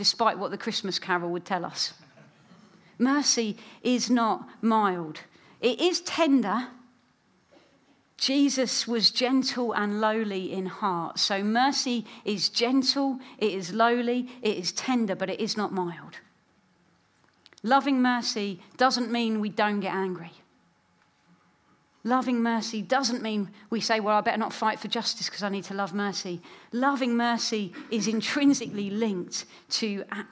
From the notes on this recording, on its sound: another of the keynote talks from the Churches that Change Communities conference 2023